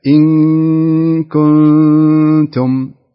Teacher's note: اجدت في الاخفاء في النون بعد الكاف